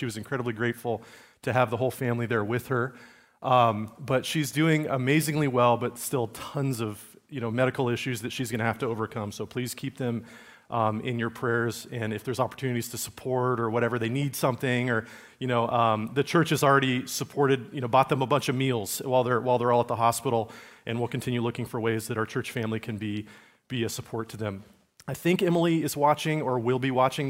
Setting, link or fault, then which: setting, large echoing room